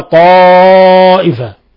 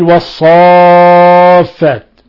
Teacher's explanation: تفخيم الألف تبعا لتفخيم الطاء